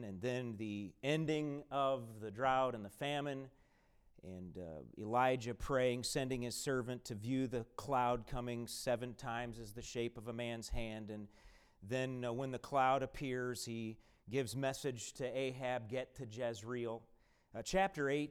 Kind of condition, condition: setting, large echoing room